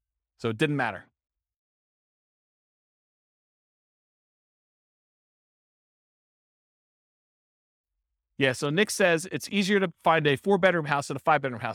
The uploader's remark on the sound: This was a live class recorded.